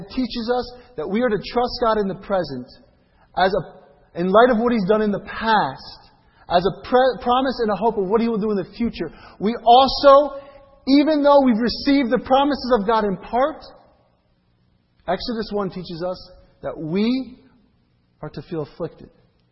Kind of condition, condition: setting, large echoing room